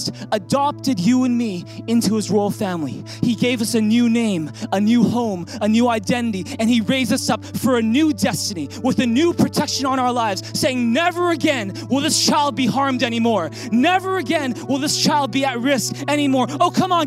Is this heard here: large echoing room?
yes